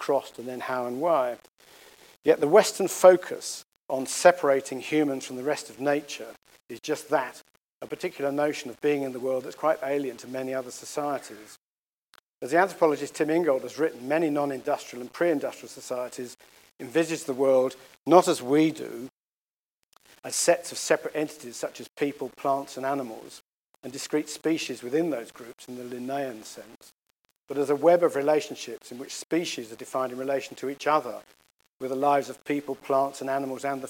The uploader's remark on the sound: The Golson Lecture was delivered at ANU